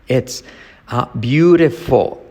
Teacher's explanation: La T como R suave, la I como es la U, L final, que casi no se oye.